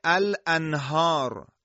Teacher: بنا نداریم روی سکون نون ساکنه مکس بکنیم و امتداد صدا در این حالت غلطه، باید از امتداد صدا هم اجتناب بشه.